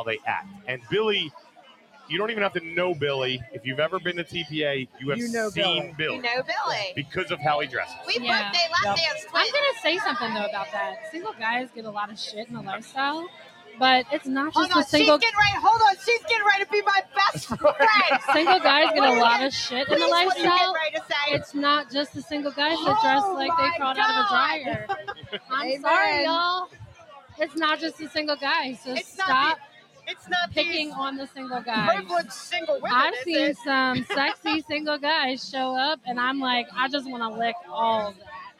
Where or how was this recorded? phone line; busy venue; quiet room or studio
busy venue